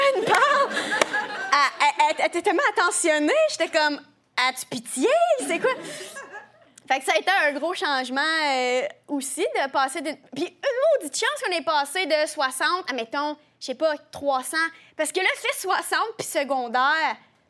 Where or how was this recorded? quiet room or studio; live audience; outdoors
live audience